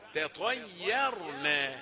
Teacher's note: يا مرققة وبعدين الراء مفخمة